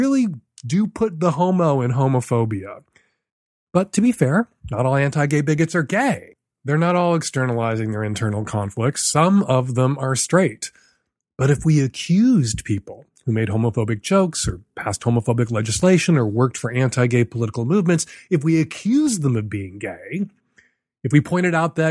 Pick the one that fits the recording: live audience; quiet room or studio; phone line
quiet room or studio